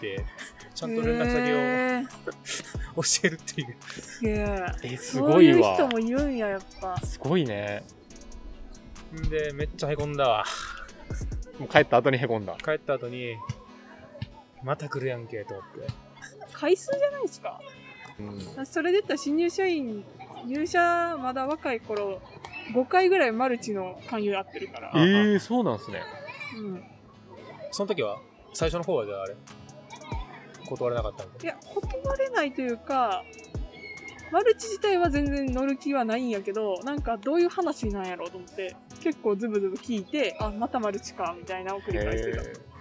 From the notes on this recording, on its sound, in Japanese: 公園での収録のため騒がしいです。